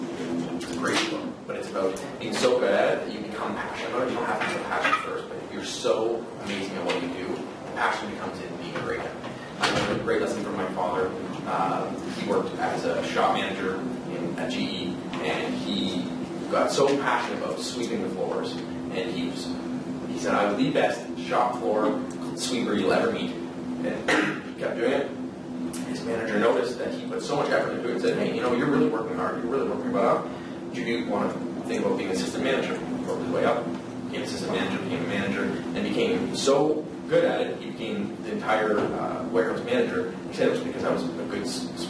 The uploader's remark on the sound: The Niche Agent hosts an amazing ReBarCamp event and we share the session with our listeners. They shared their insights and wisdom with the audience.